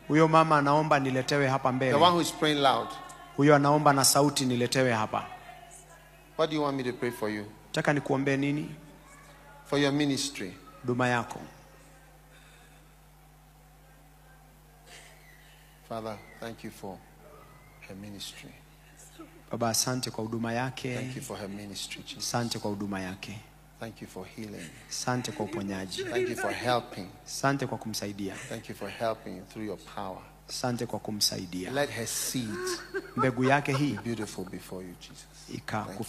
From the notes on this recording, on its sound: Preached at the day 2 of the Healing Jesus Campaign Pastors Conference in September 2023, Nakuru, Kenya.